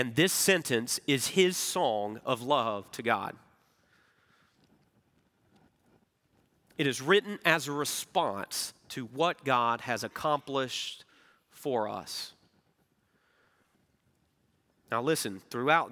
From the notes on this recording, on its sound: Recorded Live at Brookwood Church